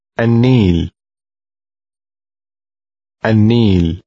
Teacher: However, because word number 8 starts with the letter N, the L of the article becomes silent, and the N sound is doubled